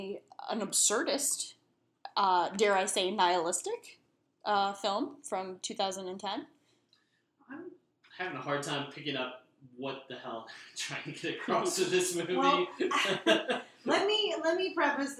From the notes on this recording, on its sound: Our apologies this week for the audio issues!